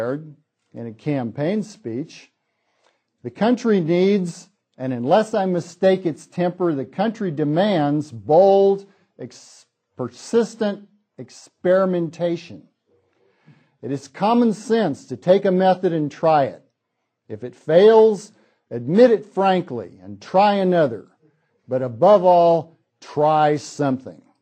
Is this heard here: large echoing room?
yes